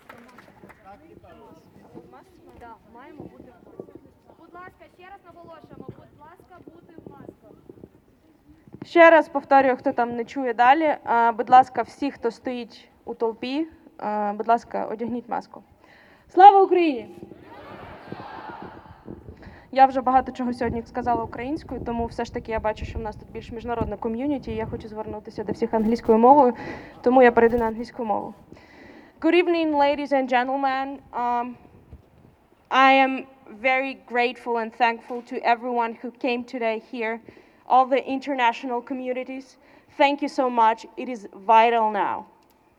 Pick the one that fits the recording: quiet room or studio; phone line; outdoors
outdoors